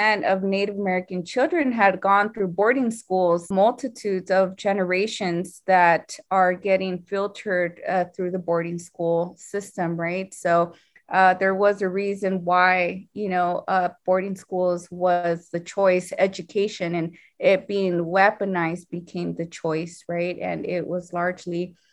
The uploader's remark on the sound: Recording of virtual launch